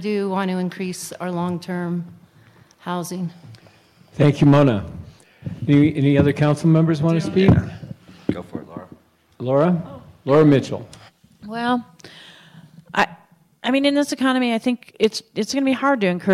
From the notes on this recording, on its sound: broadcast live at the Center for the Arts Crested butte